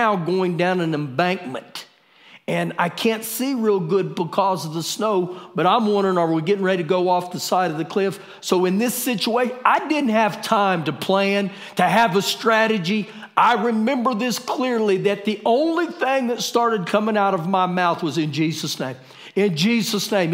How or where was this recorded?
large echoing room